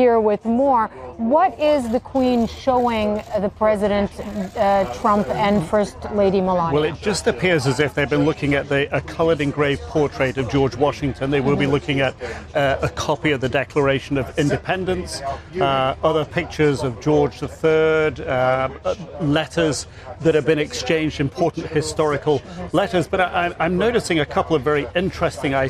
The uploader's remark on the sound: live from the New York Stock Exchange